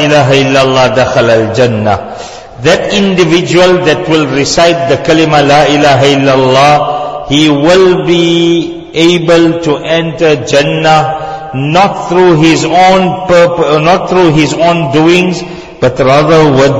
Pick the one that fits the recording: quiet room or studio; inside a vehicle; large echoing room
large echoing room